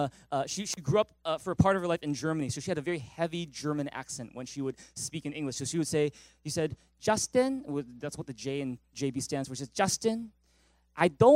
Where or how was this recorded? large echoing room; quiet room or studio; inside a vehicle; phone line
large echoing room